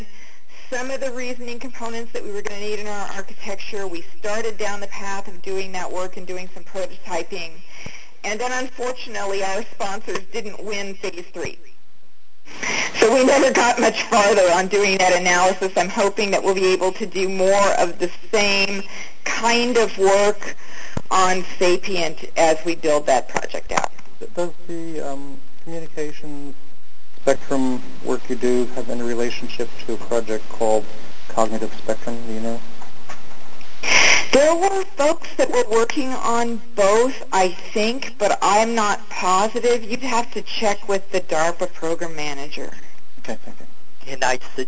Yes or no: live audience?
no